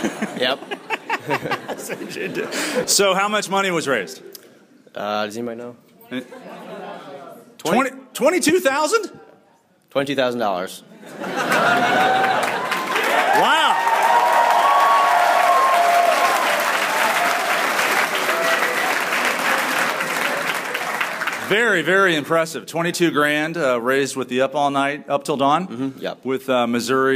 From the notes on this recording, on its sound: We kick off the show with a live audience at Missouri Science and Technology